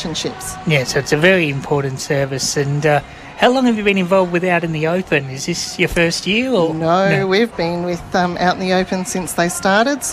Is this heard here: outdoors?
yes